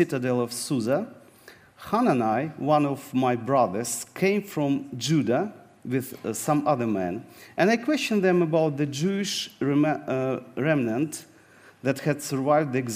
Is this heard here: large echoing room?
yes